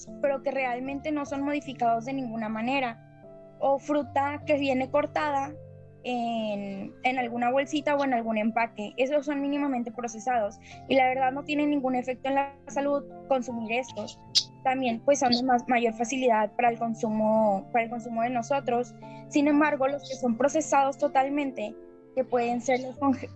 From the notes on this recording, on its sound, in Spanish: Entrevista grupal realizada vía zoom por alumnos de cuarto grado.